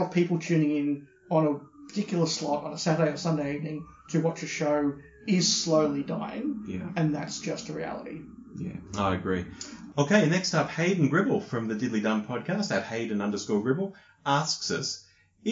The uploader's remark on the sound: For this latest meeting, the lo-fi, hotel room recording vibe is back.